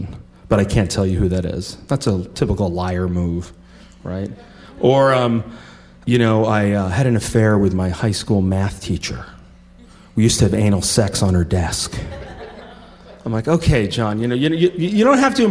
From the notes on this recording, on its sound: Live From Albany! Share stories at our live show at the Linda Theater in Albany.